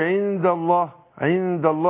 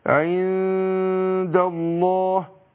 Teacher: إخفاء النون عند الدال · Shown in: second take · Term: الإخفاء